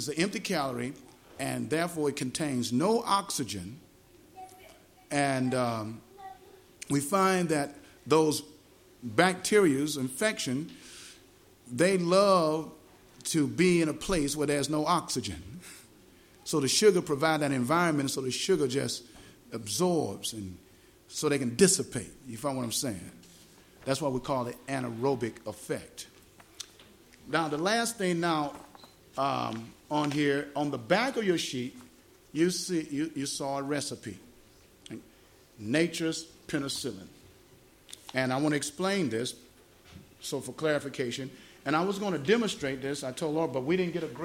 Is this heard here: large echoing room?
yes